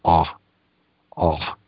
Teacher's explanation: little glottal stop where the throat narrows. And there is no accentuation with either of these.